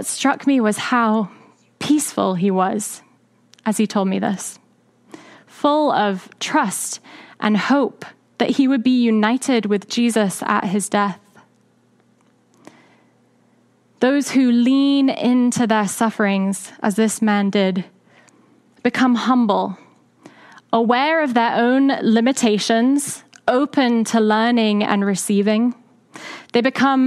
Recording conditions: large echoing room